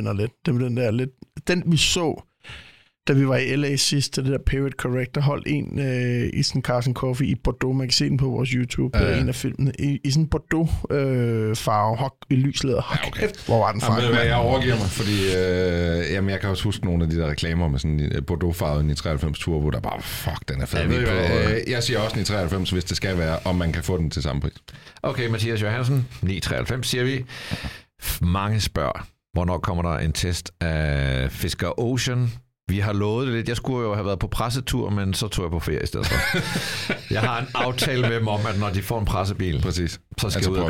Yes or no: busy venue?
no